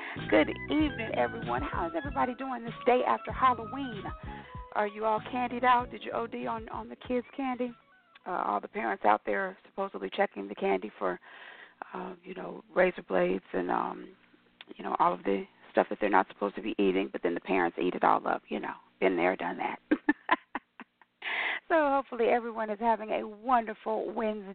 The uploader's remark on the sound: your phone calls